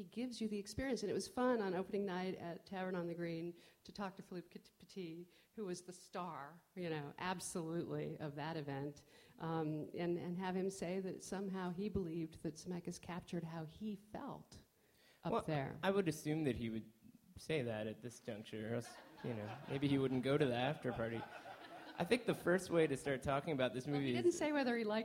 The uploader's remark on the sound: Gathered with a packed room at the New York Film Festival to record this week's episode. Which also included a lively audience Q&A. Special thanks to the Film Society of Lincoln Center for hosting this week's episode at the Elinor Bunin Munroe Film Center.